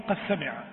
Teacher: أدغم الدال في السين · Term: الإدغام